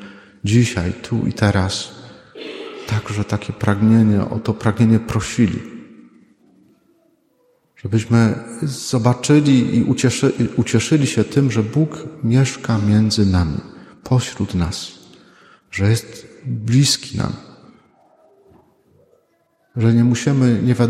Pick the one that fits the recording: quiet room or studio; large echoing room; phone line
large echoing room